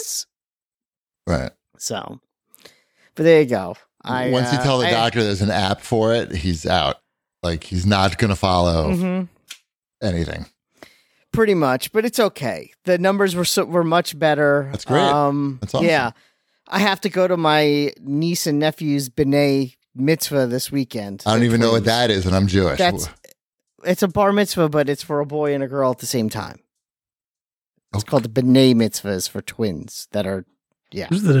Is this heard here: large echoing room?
no